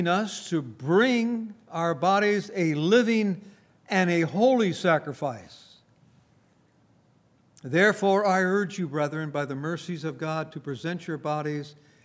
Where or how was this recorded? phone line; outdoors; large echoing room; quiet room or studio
large echoing room